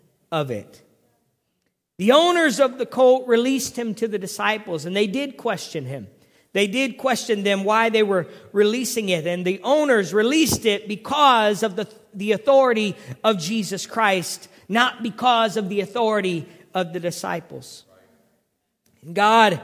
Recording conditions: large echoing room